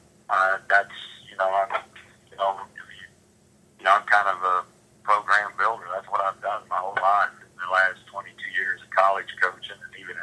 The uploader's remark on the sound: Listen to the teleconference between media and Rutgers.